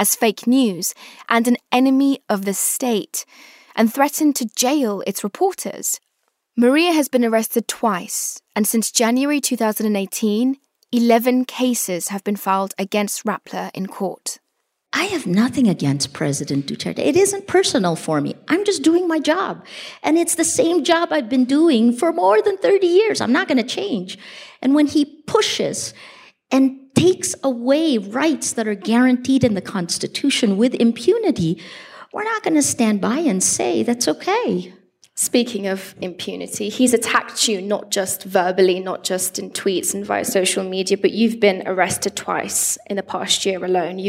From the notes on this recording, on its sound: This special episode is a live recording from the Sundance Film Festival.